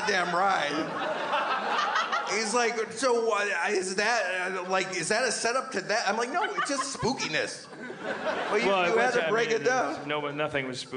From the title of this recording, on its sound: LIVE at The Gramercy, NY Comedy Festival 2015